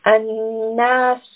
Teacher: Ayn is also a letter of the throat. So there is a strangulation almost when we recite this letter.